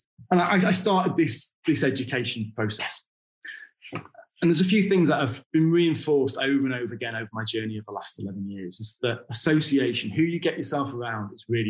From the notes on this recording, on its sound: Our podcasts are usually recorded live at our weekly online meetings and broadcast around the world! Over at ASANA Connected for their Wealth & Property Summit.